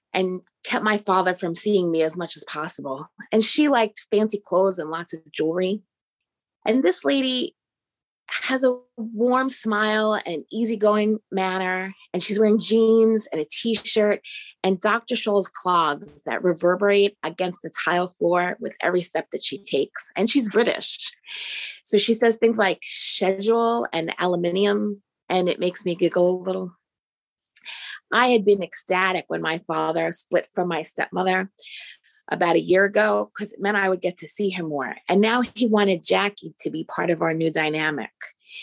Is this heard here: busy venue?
no